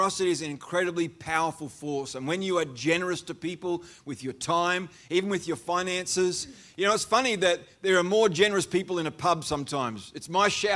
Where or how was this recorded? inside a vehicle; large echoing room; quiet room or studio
large echoing room